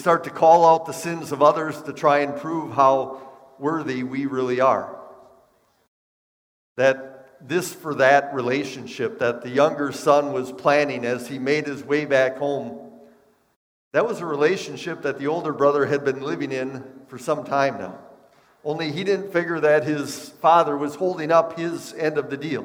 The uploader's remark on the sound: Bethany, Appleton, WI. Preached this sermon at Bethany's Sunday worship on March 27, 2022.